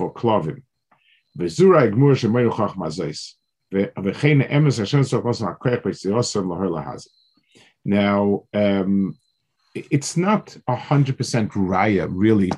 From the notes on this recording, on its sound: This shiur take place over Zoom on Motzei Shabbos.